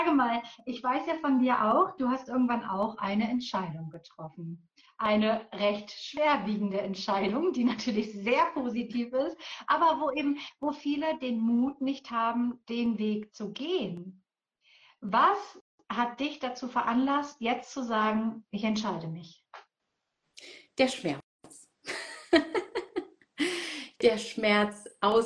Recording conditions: video call